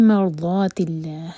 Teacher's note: ضاد زبان کی سائڈ سے، ہم زبان کے سائڈ کو سائڈ والے دانت کے روٹ میں لگائیں گے